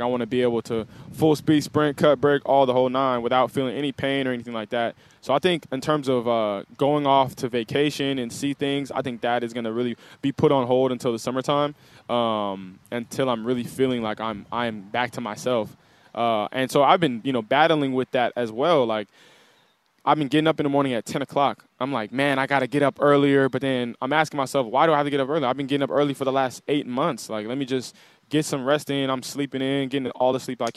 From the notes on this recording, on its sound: live from Hollywood Kia